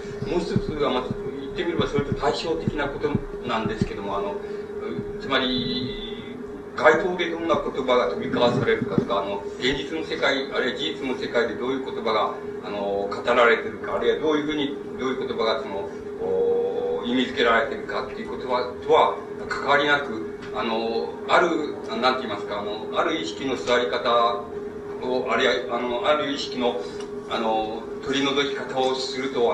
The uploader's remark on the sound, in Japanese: 主催：詩誌「無限」事業部 場所：明治神宮外苑絵画館文化教室。録音者の手元でのノイズが入る。